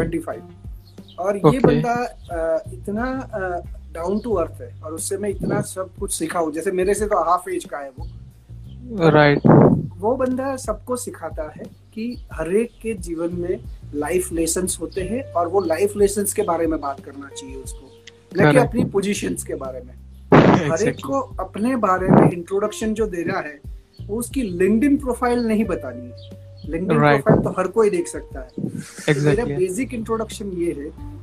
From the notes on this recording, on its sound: Hi there was a problem of Network we record the session 2 time but got issues both time so i Shorted the session. There was a problem of Network we record the session 2 time but got issues both time so i Shorted the session and picked something from that only.